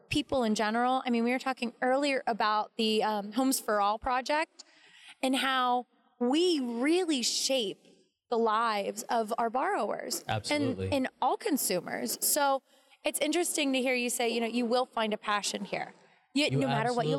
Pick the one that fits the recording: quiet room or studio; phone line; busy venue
busy venue